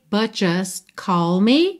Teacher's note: você praticamente não ouve esses t's, que são aquelas consoantes oclusivas pintadinhas de vermelho que você já sabe que podem aparecer mais, menos ou nada.